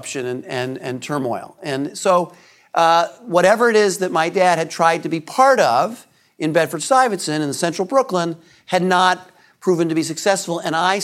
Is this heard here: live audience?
yes